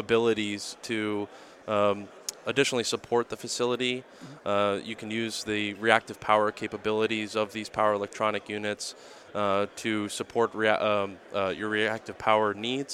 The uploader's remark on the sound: Live at AFPM